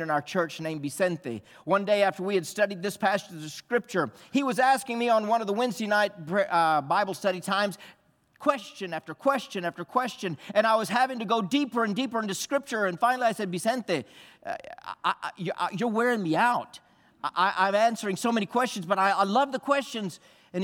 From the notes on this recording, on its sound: This message was from the Sunday morning worship service during our engage missions conference.